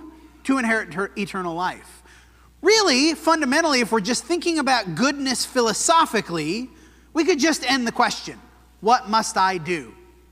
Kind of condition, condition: setting, large echoing room